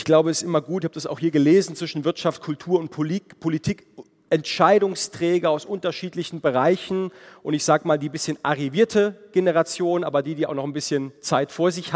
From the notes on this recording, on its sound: Bodensee Youth Conference. Keynote des baden-württembergischen Finanzministers mit anschließender Diskussion und Publikumstalk. Took questions from the audience. Produktion: Zeppelin Universität in Zusammenarbeit mit ZF.